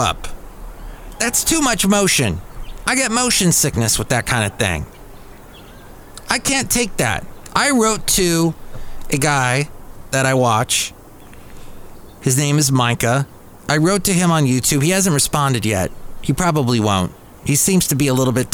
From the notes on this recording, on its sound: podcast live from Cafe Anyway